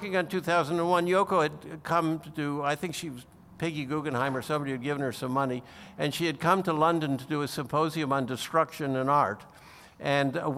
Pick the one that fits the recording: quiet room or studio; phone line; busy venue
busy venue